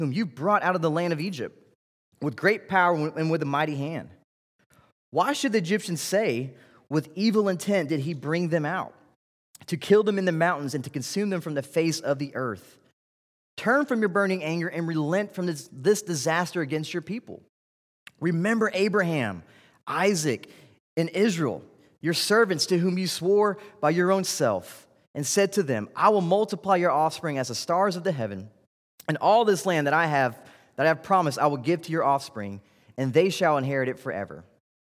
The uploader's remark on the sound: This series was delivered during the Wednesday evening General Study in Summer 2019 at Covenant Baptist Church, Valdosta, Georgia.